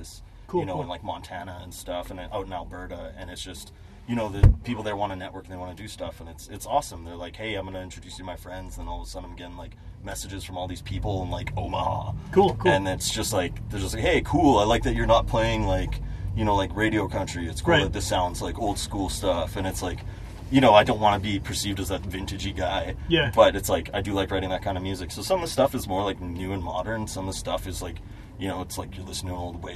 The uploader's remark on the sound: At a rehearsal with fellow made-in-Manitoba country singer. Because there were other people rehearsing in the same building, to get some quiet, we decided to record in the back of a van.